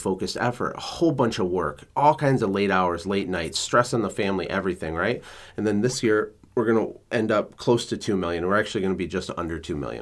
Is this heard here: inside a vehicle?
no